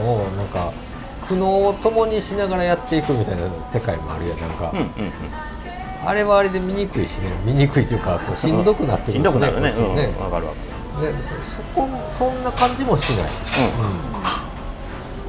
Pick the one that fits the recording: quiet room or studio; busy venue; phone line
busy venue